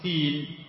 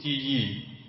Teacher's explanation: يقول العرب تين وهم يضيفون ياء الأخرى فيقولون تيين